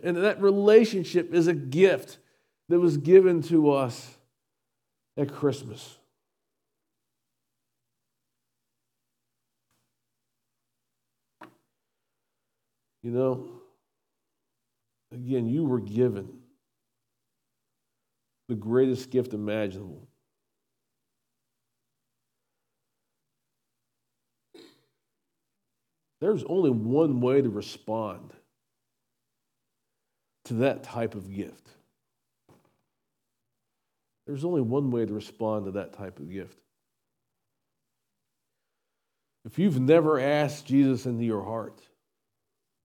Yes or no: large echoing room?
yes